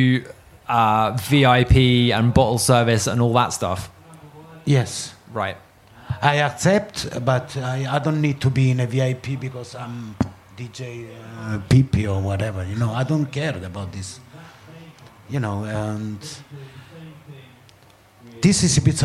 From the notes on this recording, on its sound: Last week we were lucky enough to be invited to record three podcasts at the International Music Summit in Ibiza , better known as IMS. Recording these conversations live, and in front of an audience, is a totally different proposition to a one-on-one chat in a studio or on the phone and this episode reflects that.